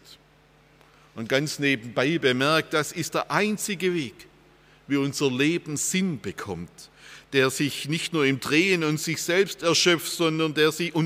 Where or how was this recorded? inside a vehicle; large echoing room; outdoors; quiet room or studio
large echoing room